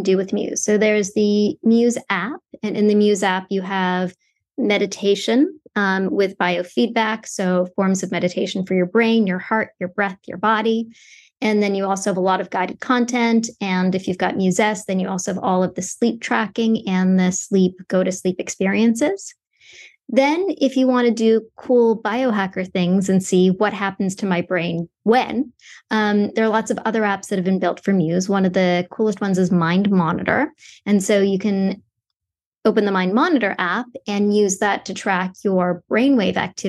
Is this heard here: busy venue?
no